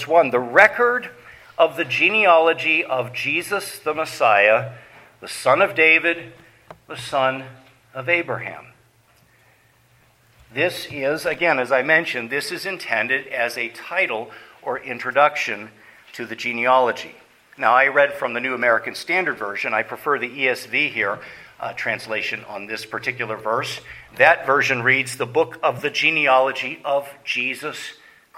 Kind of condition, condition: setting, large echoing room